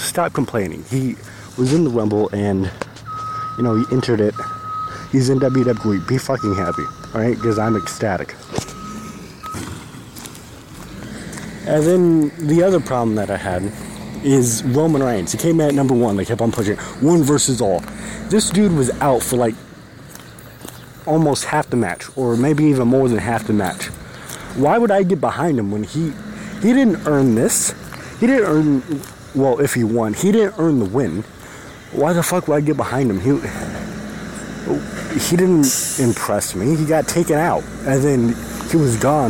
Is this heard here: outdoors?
yes